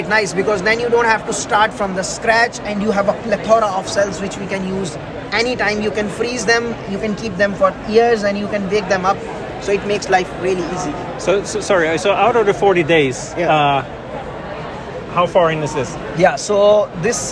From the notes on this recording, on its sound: recorded during the Day 1 Poster session at Islet Study Group 2023